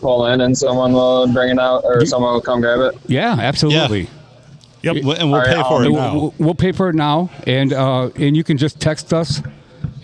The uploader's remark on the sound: We recorded this one at Bench Warmers in Sandusky.